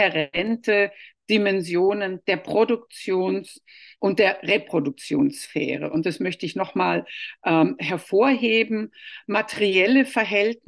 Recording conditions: video call